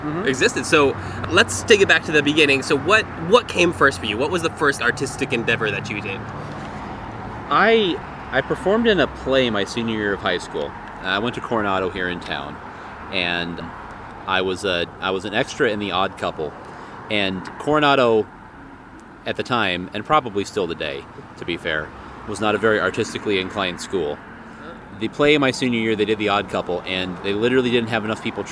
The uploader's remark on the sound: met me at Urban Beans to talk